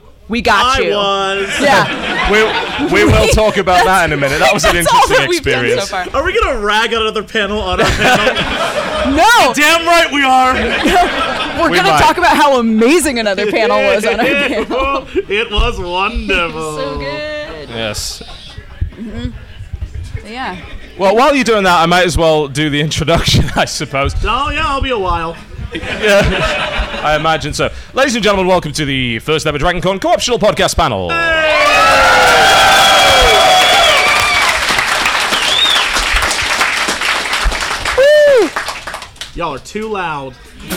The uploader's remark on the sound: The podcast was broadcast live at Dragoncon in Atlanta, Georgia.